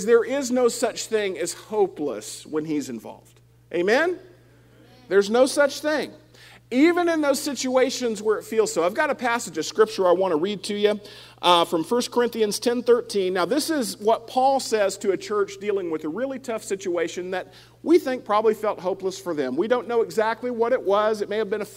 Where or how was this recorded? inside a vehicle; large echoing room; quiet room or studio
large echoing room